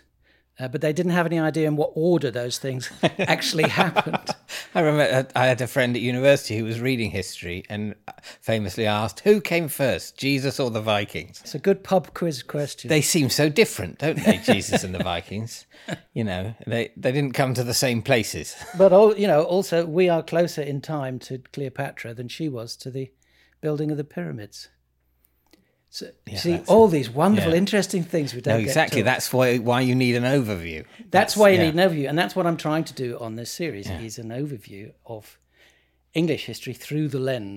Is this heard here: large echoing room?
no